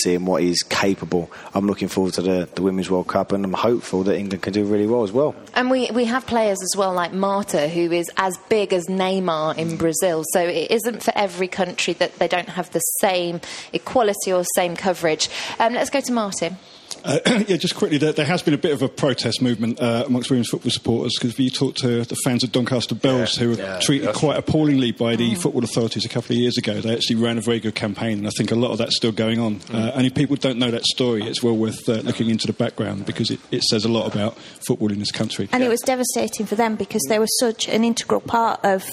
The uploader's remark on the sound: Recorded at the Hope and Anchor in Covent Garden on 2nd June. As well as an audience of fans.